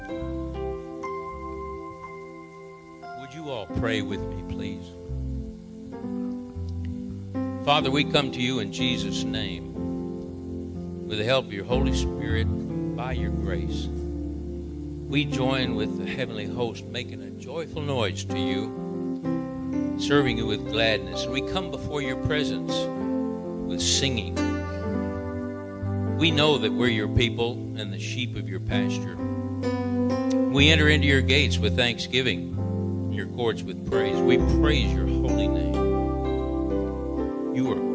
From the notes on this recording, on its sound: COMMUNITY THANKSGIVING SERVICE - 2016 - Audio. This annual event from the Lake Granbury Ministerial Alliance, hosted this year at Generations Church.